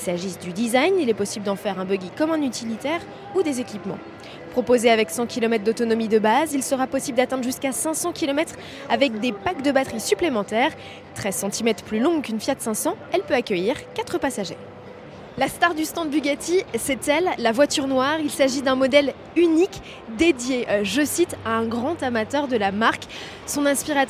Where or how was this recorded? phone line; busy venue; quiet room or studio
busy venue